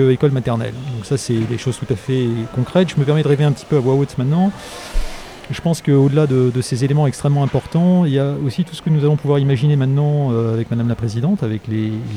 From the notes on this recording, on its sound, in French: En direct du Congrès de l'AGEEM, une table ronde réunit.